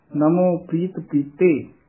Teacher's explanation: ਪ੍ਰੀਤ ਰਾਰਾ ਪੂਰਾ ਨਹੀਂ ਬੋਲਣਾ ਹੈ